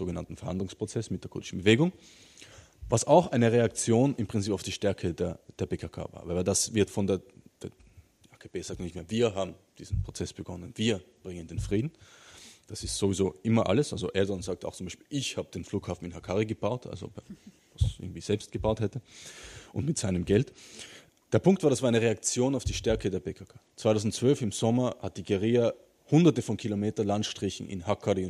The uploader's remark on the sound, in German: Führte das Kultur- und Kommunikationszentrum Pavillon Hannover und gemeinsam mit der Rosa-Luxemburg-Stiftung Niedersachsen eine Vortrags- und Diskussionsveranstaltung.